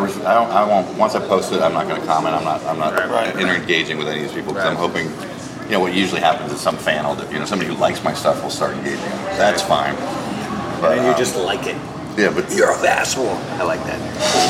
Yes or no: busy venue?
yes